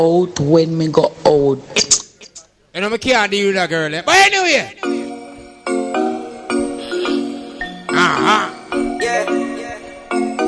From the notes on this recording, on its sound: Live from inside Cash Money Thursday.